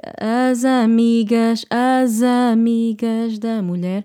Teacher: pronunciation, how the words merge together, how the S is normally a sh, but sometimes it will change into a z sound